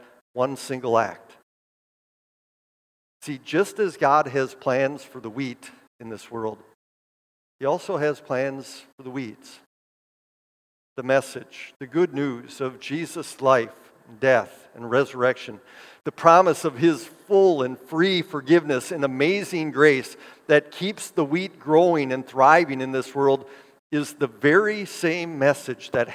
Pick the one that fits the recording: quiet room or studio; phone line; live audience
live audience